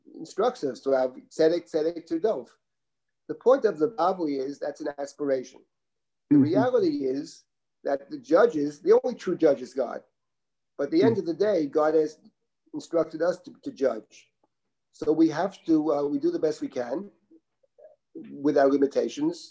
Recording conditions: video call